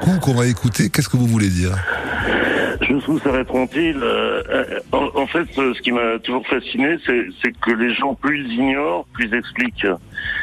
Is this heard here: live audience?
no